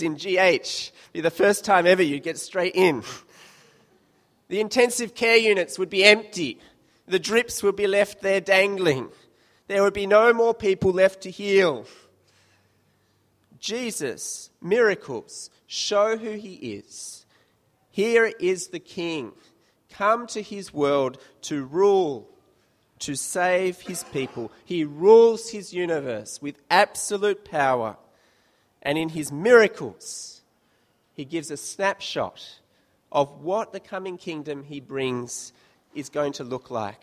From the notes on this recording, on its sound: This sermon was preached at St Mary's Cathedral, KL on 26th July 2015.